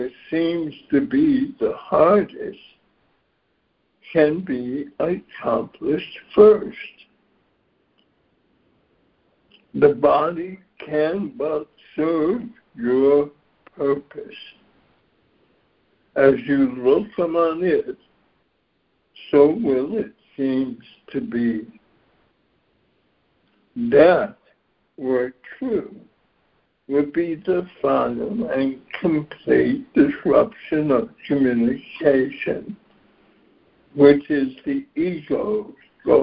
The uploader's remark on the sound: ACIM Daily Conference Call.